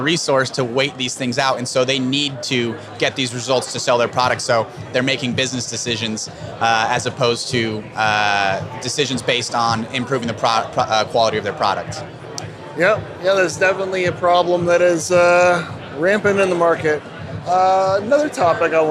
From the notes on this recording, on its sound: MORE Live Interviews From The Extraction Expo Floor. In-person interviews recorded on the floor of The Extraction Expo in Los Angeles!